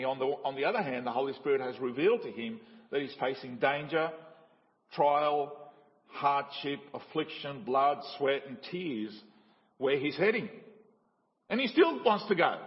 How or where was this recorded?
large echoing room